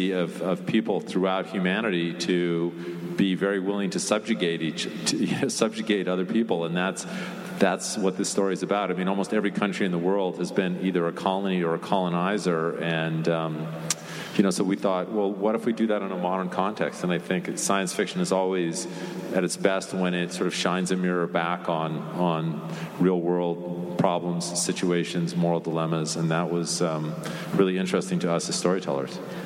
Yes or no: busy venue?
yes